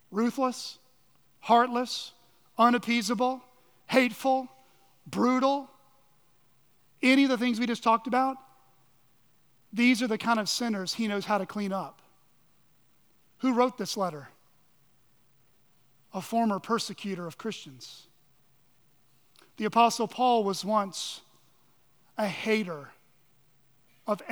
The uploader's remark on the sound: at Chaffee Crossing Baptist Church